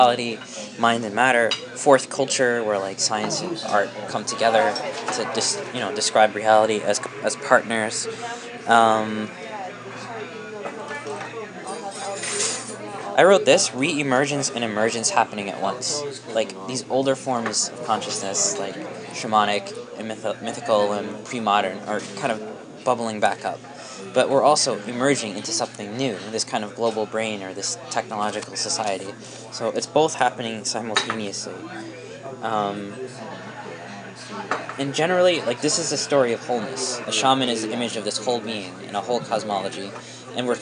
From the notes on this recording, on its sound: decided to record one of our conversations at a local diner, with our notes out.